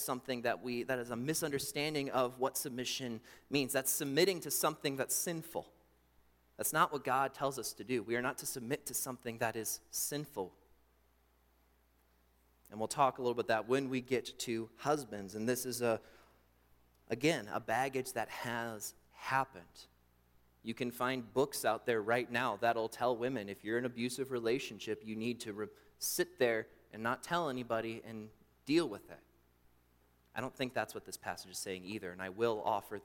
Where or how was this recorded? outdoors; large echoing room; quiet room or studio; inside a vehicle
large echoing room